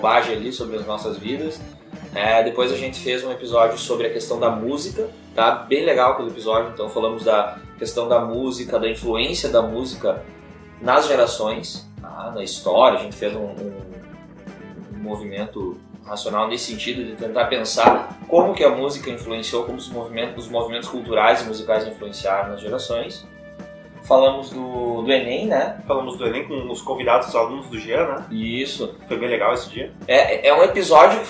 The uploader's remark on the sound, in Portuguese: com um celular, o que explica a qualidade do áudio